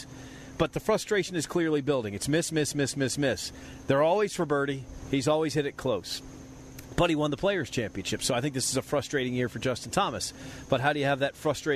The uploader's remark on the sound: Tour Championship at East Lake. Live from East Lake for the final round of the Tour Championship.